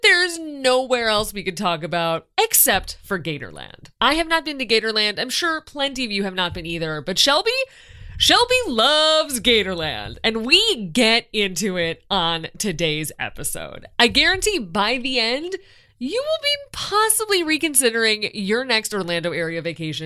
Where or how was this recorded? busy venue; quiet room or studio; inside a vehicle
quiet room or studio